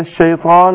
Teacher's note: الالف تتبع ما قبلها تفخيما وترقيقا، يعني لو الحرف اللي قبلها قلنا مفخم بالفخم الالف، مرقق بالرقق الالف. فعندنا هنا الطاء حرف مفخم مستعل مطبق، حرف قوي، وبعده الالف، الالف تتبع ما قبلها، فقبل الالف حرف مطبق فبفخم الالف.